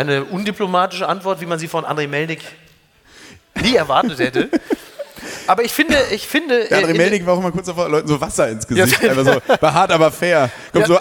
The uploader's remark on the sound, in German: live aus Köln